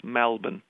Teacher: And even the way we say the city name has changed, so the many people in Melbourne refer to it as Malbon. So they open the vowel.